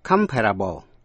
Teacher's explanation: Khi sang tính từ comparable, có thể so sánh được, thì dấu nhấn ở vần đầu.